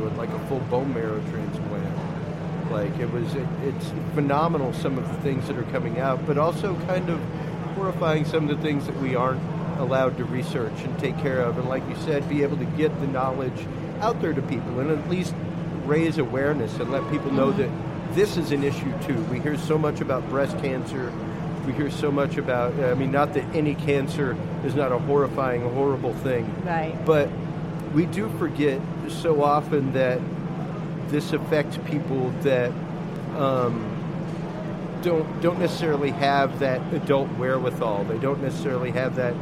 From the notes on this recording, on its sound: broadcast from the Mecum auto auction in Houston, TX